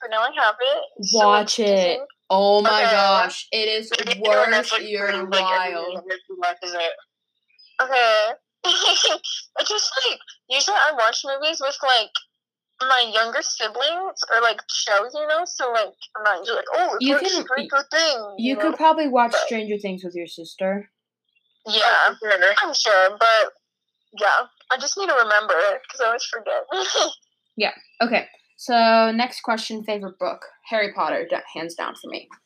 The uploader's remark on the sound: we are still social distancing so we are calling sorry if the audio is crappy!!